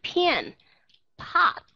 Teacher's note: các bạn sẽ thấy chúng ta có sự thổi hơi ra again. Chúng ta sẽ thấy cái sự thổi hơi ra a puff of air, aspirated nằm ngay ở đây. · Term: aspirated P